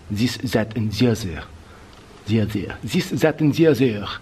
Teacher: the THs became a Z sound